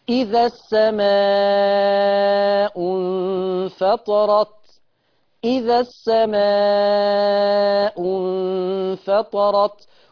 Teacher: المد المتصل لأبي جعفر بالتوسط أربع حركات